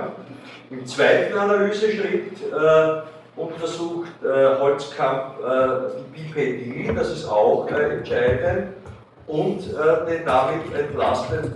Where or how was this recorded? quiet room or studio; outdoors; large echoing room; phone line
large echoing room